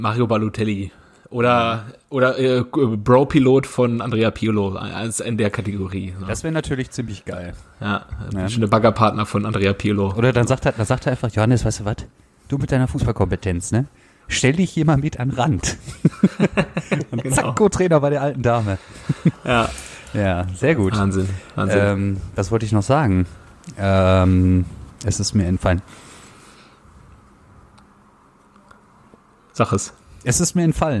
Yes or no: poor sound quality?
no